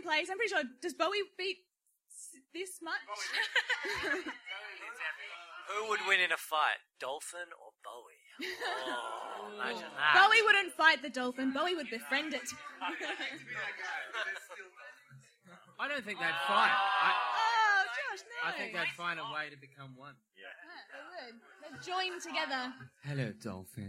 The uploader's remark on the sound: Live at the Adelaide Fringe